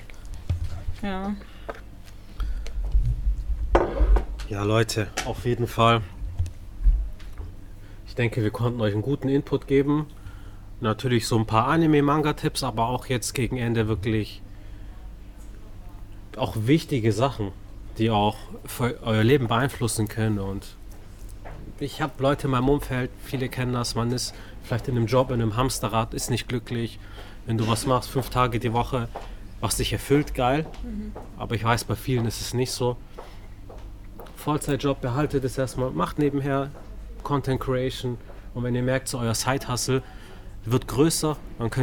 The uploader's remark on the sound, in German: Mangapodcast im Buchhaus Wittwer-Thalia Stuttgart. In der Mangaecke der Buchhandlung Wittwer-Thalia in Stuttgart haben wir diesmal einen #Mangapodcast aufgenommen.